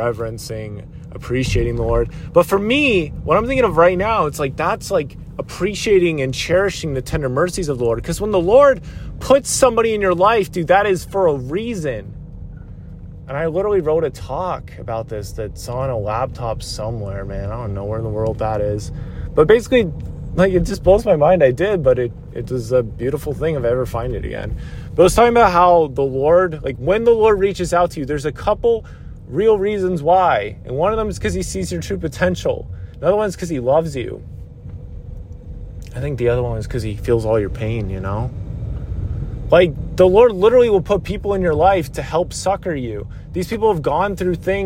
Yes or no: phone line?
no